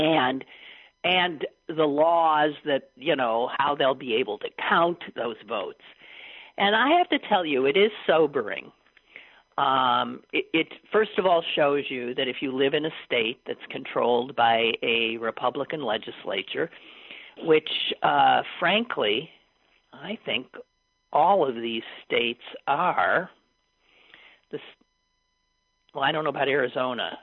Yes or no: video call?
no